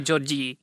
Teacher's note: oni poslednú samohlásku na konci anglického slova, tak oni nevedia zhltnúť, ako tí angličania